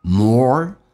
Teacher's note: More 美式发音重度卷舌，or 整个嘴巴凸出来收圆，往回卷舌头